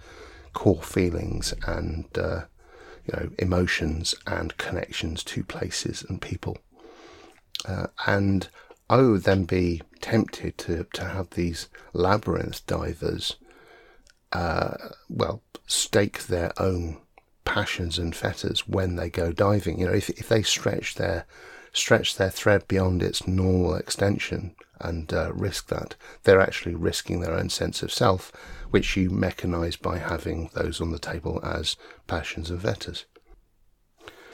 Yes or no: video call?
no